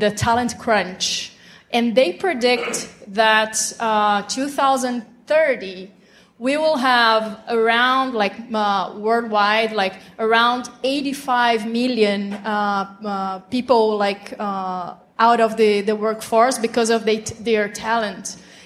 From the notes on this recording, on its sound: fresh off the SaaStock LatAm stage, we bring you one of the favourite panels of the day